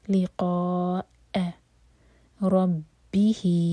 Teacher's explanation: لقاء مد متصل تو قا چار حرکہ لمبا اور پھر حمزہ پر کٹ آف ساؤنڈ